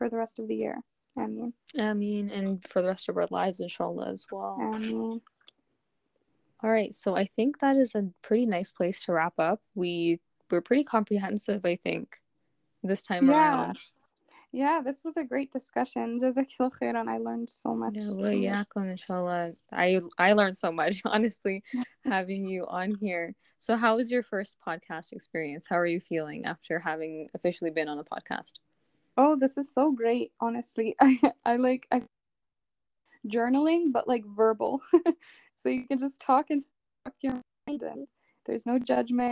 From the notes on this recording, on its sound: I apologize in advance for the technological glitches you might hear. I've definitely learned my lesson about recording with others!